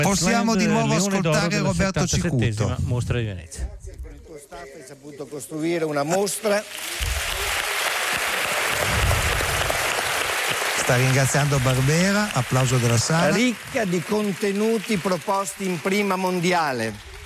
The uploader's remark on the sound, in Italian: HOLLYWOOD PARTY Venezia 77: la cerimonia di chiusura. In diretta dal Lido la consegna dei premi della Mostra del Cinema.